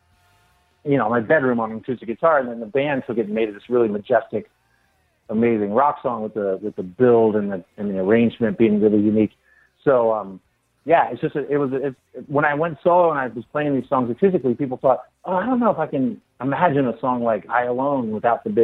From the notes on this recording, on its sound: Jumped on the phone.